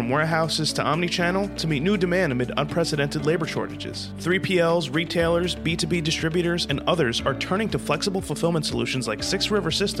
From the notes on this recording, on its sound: Combilift at MODEX 2022